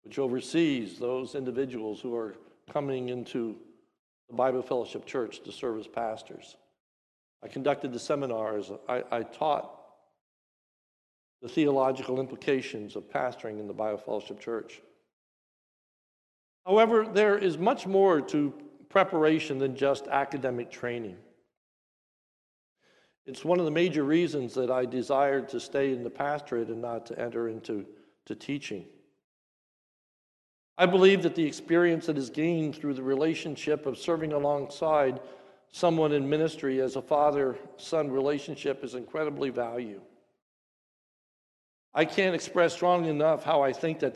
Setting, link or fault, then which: setting, large echoing room